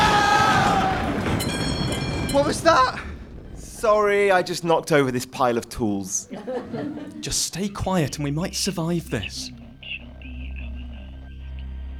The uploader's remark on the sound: Live halloween special. Recorded with a live audience at The Buxton Festival Fringe!